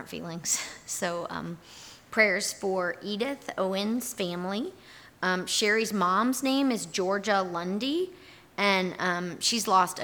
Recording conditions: large echoing room